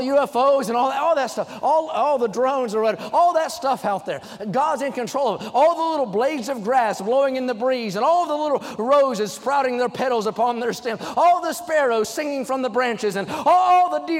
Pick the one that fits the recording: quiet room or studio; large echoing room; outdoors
large echoing room